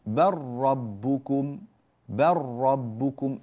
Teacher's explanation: اللام خلاص ذهبت تماما وادغمت في الراء